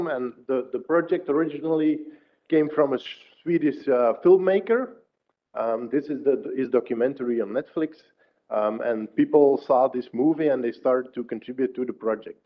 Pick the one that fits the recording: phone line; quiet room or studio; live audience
live audience